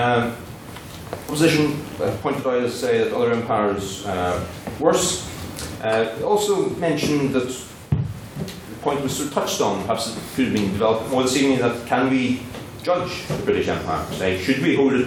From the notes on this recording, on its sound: The recording of the third Ordinary Meeting of the 169th Session of the Queen's University of Belfast Literary and Scientific Society.